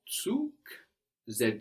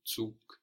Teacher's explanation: Here the G on the end of the word is hardened, so it sounds like a K